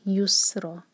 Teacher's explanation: جب سین پر آئیں تو سیٹی کی آواز کلیئر آئے